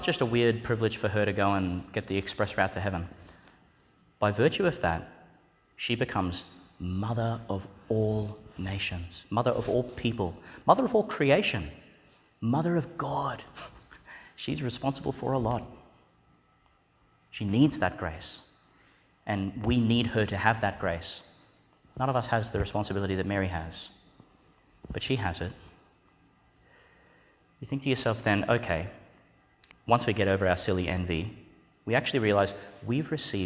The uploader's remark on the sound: Homily for the Solemnity of the Immaculate Conception of the Blessed Virgin Mary, delivered in Duc in Altus Church, in Magdala's Chapel, Migdal, Israel.